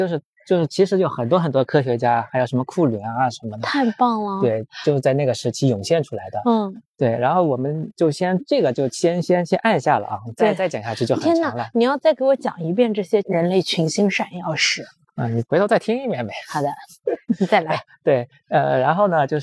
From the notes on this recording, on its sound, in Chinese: 边走边聊系列回归啦！